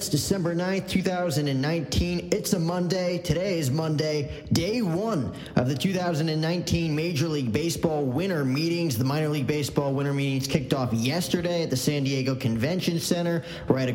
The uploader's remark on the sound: The 2019 MLB Winter Meetings LIVE from San Diego at The Hyatt.